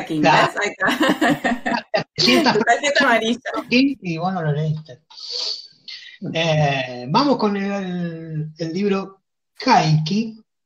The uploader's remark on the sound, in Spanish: La hicimos usando #jitsi. 6ta. Juntada Virtual.